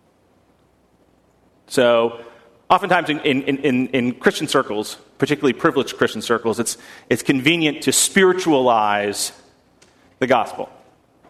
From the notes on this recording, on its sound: at First Congregational Church of Houston